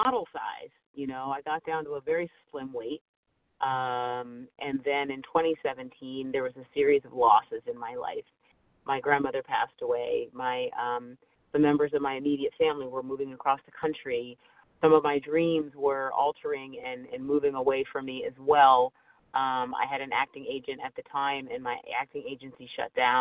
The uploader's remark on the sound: 100 Pounders Phone Meeting